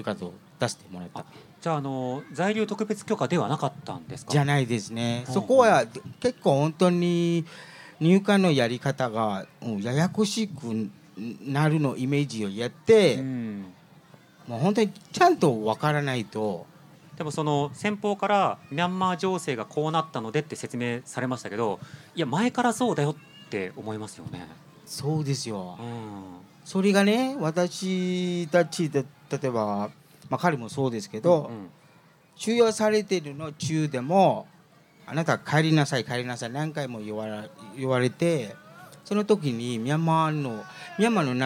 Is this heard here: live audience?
yes